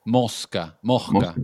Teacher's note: I think it's an aspirated S, which comes from the south of Spain